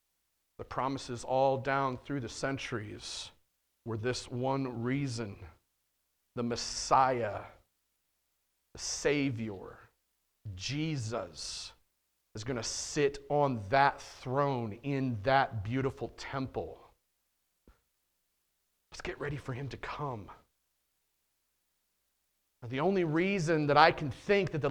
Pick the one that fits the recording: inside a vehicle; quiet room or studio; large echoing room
large echoing room